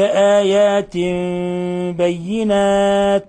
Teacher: أنزلنا إليك آيات بينات، آيات بينات تنوين كسر جاء بعده حرف الباء، الحكم التجويدي إقلاب، إقلاب تخفى الميم، قلبنا التنوين ميما مخفاة عند الباء